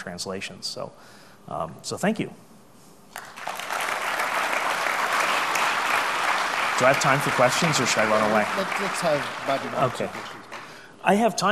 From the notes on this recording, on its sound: AusCERT keynote speech